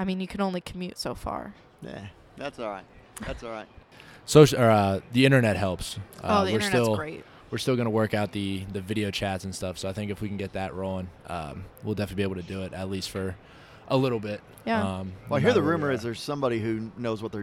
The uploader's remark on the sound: live from NATA 2019